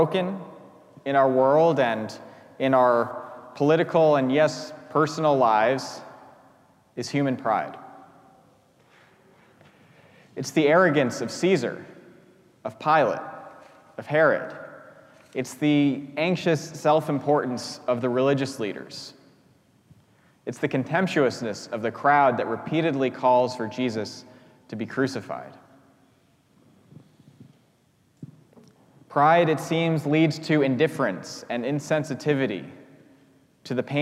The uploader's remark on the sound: preached at our celebration of the Holy Eucharist